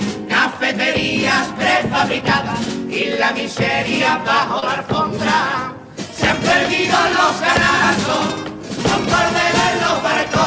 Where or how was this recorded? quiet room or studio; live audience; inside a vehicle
live audience